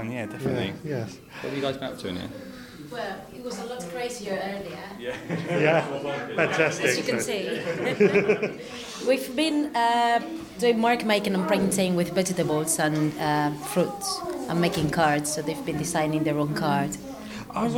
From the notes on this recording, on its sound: We take a trip to Brighton's Seedy Sunday event. We talk to one of the organisers about what Seedy Sunday is and we take a walk around to see what we can find.